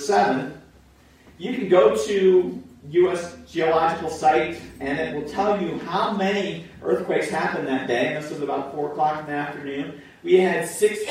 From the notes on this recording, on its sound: Pour Audio